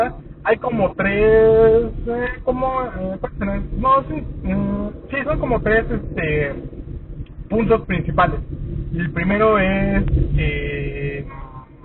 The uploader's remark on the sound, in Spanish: Salí de la función de prensa de Infinity War y me puse a grabar un podcast medio improvisado con mis primeras impresiones mientras encontraba el camino a casa. Disculpen la calidad del audio. Pero iba manejando y se grabó con un iPhone... Al menos es un iPhone X.